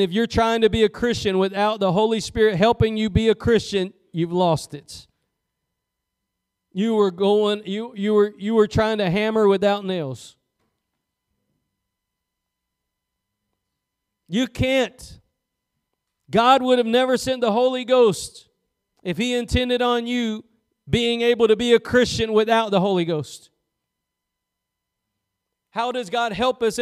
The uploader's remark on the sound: Preached at Gospel Lighthouse in Bossier City, La.